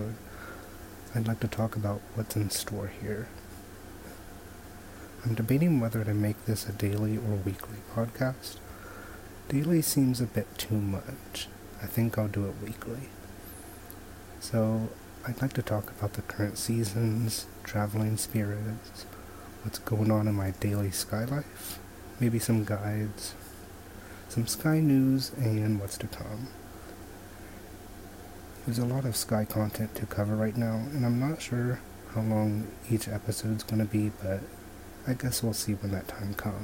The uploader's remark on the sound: Please excuse the audio, I recorded it on my iPhone